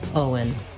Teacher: And then the letters E-N say the schwa sound, and the N, un, Owen. So it just happens naturally as I move from O to un, Owen, that the W comes in